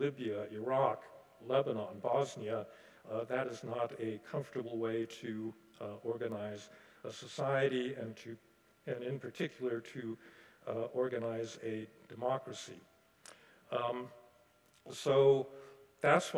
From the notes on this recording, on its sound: Delivered the convocation, “The Global Challenge of 2024,” at Carleton's Skinner Chapel on Friday, January 26.